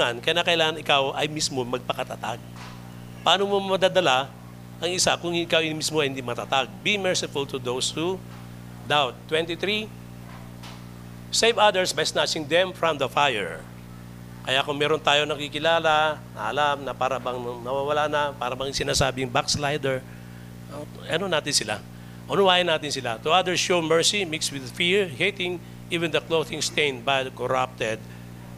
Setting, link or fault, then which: setting, large echoing room